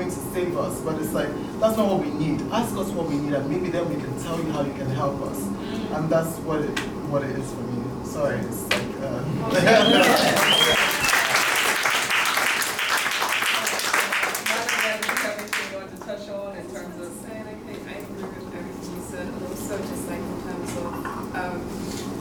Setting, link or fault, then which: setting, live audience